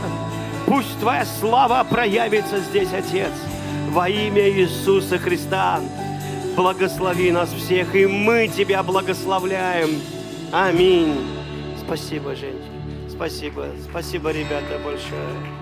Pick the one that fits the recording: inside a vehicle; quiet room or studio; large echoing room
large echoing room